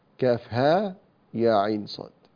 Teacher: فهذه الأحرف تمد بمقدار حركتين. فإذا سئلت عن اسم المد تقول مد طبيعي.